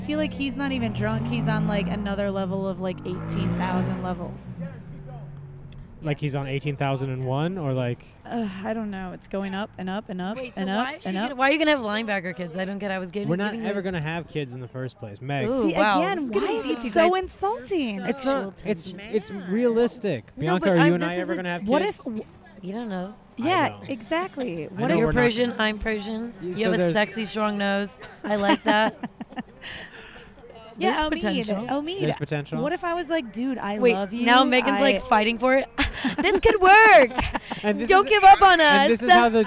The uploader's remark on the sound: Recorded on a rooftop in Los Angeles.